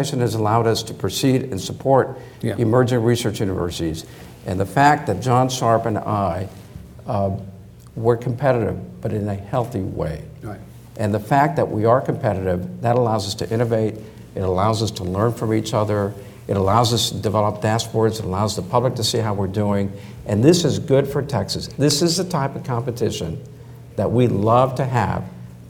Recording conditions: live audience